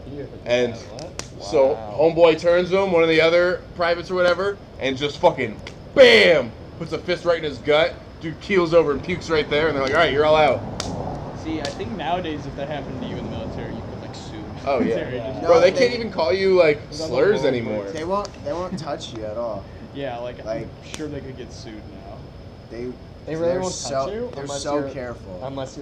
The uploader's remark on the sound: By A Campfire. We tried out a new webcam and it did an all right job capturing the audio and a great job taking the video mostly.